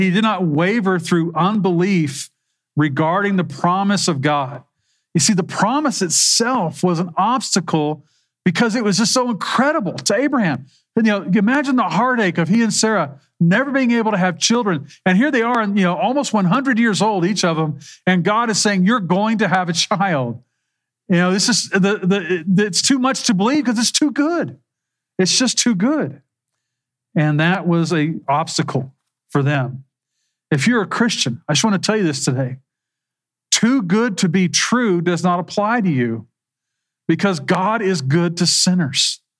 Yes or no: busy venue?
no